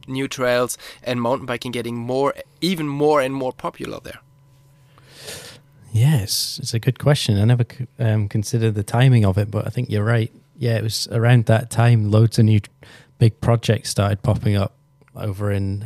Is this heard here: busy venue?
no